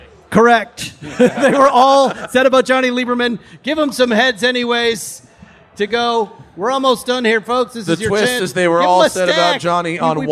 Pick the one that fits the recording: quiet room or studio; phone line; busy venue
busy venue